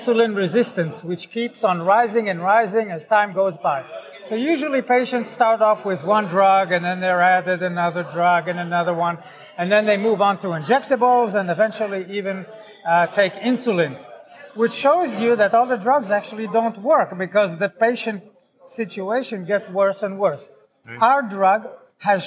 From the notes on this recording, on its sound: our apologies for some of the spotty audio on this week's recording - we did our best within very noisy environments